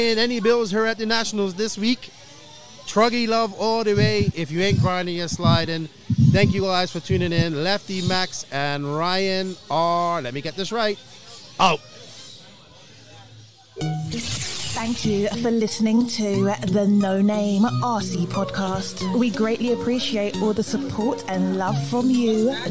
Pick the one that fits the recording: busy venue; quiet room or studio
busy venue